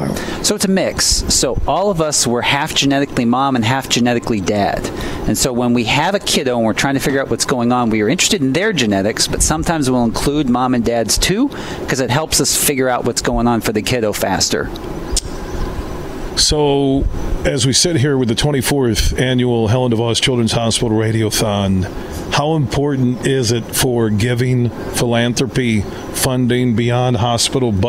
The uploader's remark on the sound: Today we're broadcasting live from Helen DeVos Children's Hospital in downtown Grand Rapids as iHeart West Michigan has their 24th Annual Radiothon.